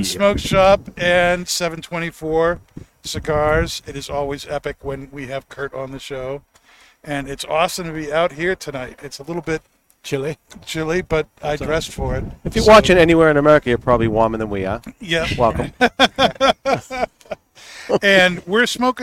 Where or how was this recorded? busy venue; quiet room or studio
busy venue